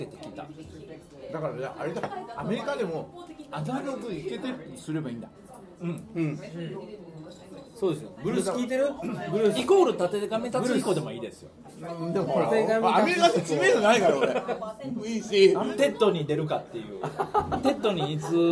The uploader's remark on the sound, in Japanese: ホジラジ公開録音の模様をお届けします。